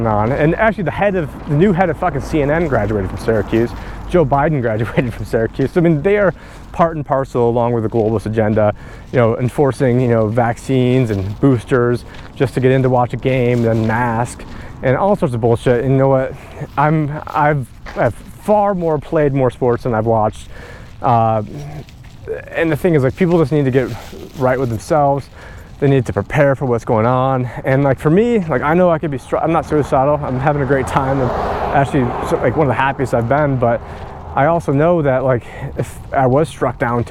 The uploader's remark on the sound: On this walk and talk